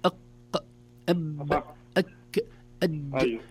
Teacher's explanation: حرف الجيم من حروف الشدة وليس من حروف الرخاوة. الشدة ينحبس في المخرج ما يقدر يطول فيه، أق أب أك أج.